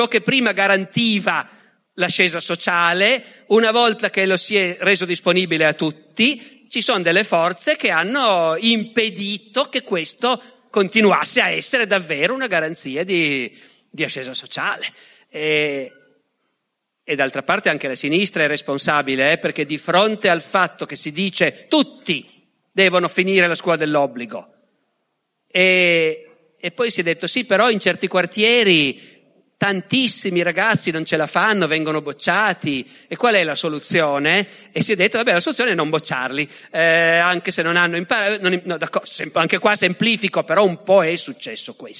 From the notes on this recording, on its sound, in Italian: Da LOGOS, il festival del CSOA eXSnia di Roma